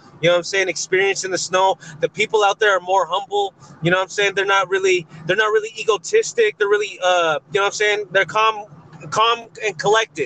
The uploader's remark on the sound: a quick segment talking their shit WHILE DRIVING